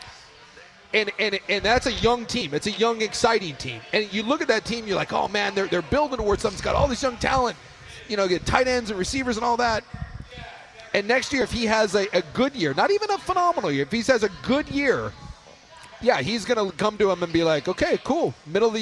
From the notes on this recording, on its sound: we're live from X-Golf